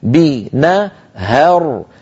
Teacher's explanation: الهاء مرققة لكن الراء اللي بعدها مفخمة